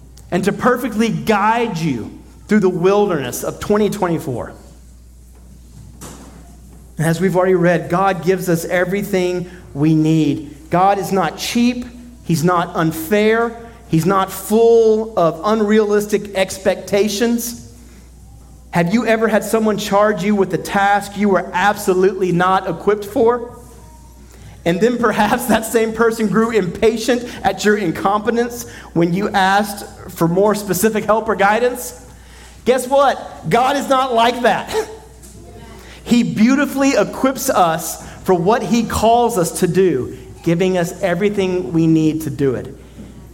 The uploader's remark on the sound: at Redemption Hill Church on Sunday, December 31st, 2023